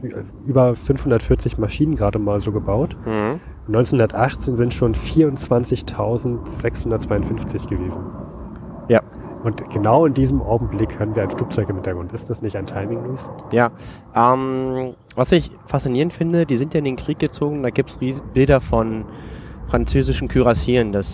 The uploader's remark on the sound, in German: Wir verlassen unser Domizil und wagen uns in die Natur, um aufzunehmen. Wind, Flugzeuge und Hubschrauber wollten unbedingt auf der Aufnahme dabei sein.